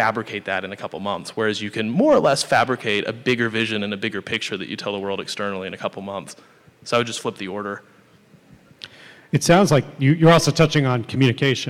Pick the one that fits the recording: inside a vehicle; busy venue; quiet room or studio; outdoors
busy venue